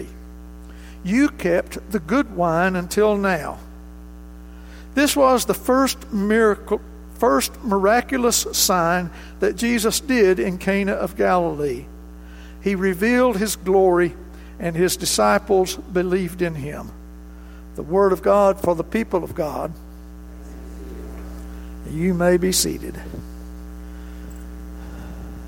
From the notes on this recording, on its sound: This recording of highlights from the January 20, 2019 worship service